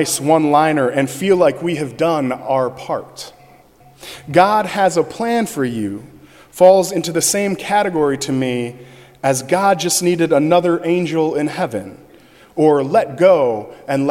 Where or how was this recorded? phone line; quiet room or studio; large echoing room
large echoing room